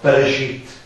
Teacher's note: Wenn es untereinander sind, ist es so ein kurzes E, ist es so ein Schwa-Laut. Ein Schwa-Mobile oder Schwa-Quiescenz, also entweder überhaupt unhörbar gesprochen oder nur ganz schwach.